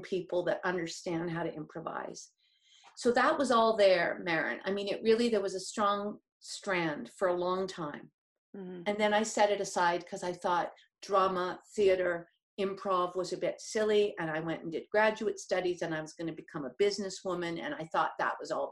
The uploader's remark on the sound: I meet on zoom